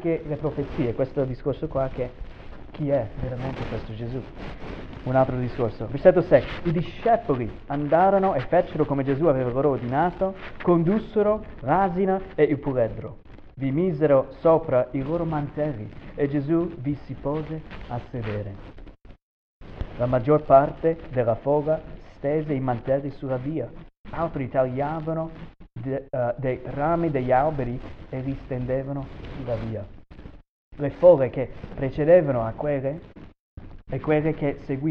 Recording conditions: poor sound quality